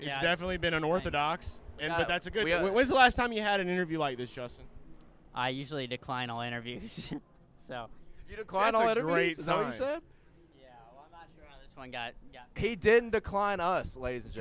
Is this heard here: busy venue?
yes